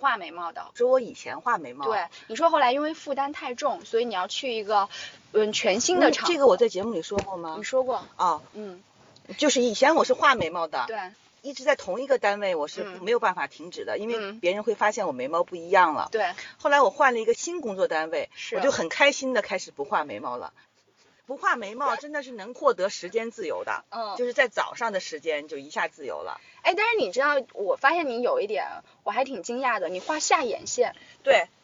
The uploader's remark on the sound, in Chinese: 具体场景是：地下车库，车里。录音笔在中间。的羽绒服一直在沙沙作响。